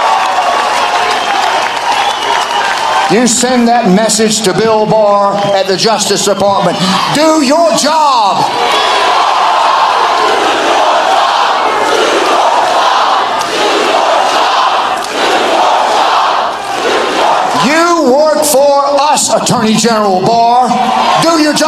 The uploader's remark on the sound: in Georgia today for "STOP THE STEAL" Rally LIVE